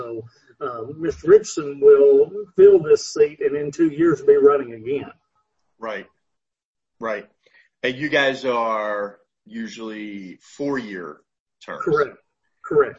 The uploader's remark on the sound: This interview was recorded via Zoom